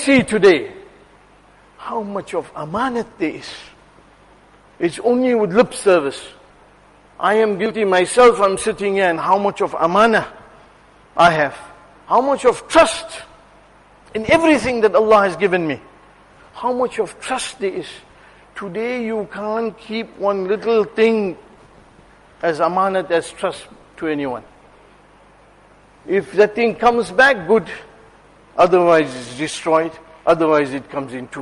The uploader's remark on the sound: Jumuah lecture at Masjid ur Rahman